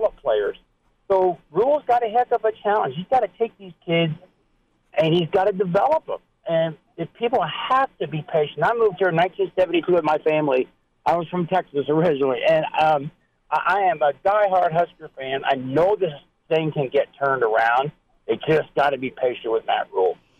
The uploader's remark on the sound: Gauging the reaction of Husker Nation by fielding phone calls from listeners who chime in to give their thoughts on the loss.